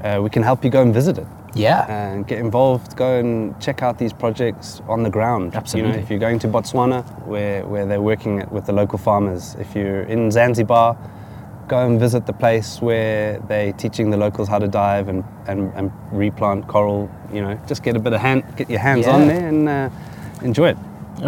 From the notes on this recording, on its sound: Catch up in a nature reserve in Johannesburg. Recorded from the beautiful Modderfontein Reserve, nestled in the heart of Johannesburg on a chilly morning.